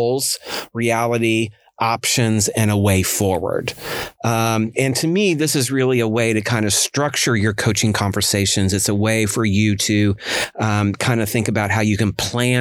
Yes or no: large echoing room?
no